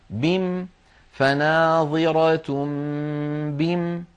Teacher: على رواية حفص عن عاصم نقف عليها بحذف الألف